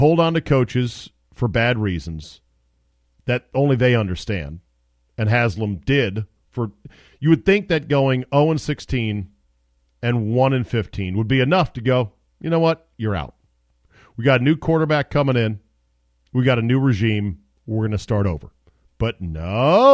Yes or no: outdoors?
no